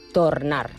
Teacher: La O es pronuncia tal qual i també pronuncien la R.